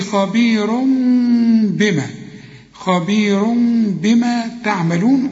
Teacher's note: حول التنوين إلى ميم واخفيه لأنه بعده باء · Term: إقلاب